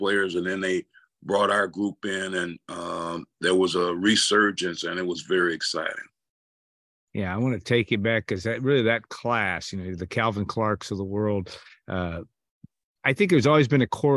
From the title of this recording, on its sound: Birthday Zoom